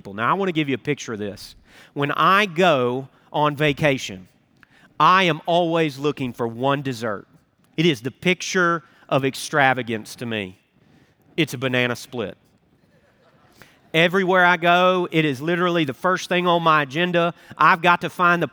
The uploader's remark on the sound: Recorded Live at Brookwood Church on 02.25.2024.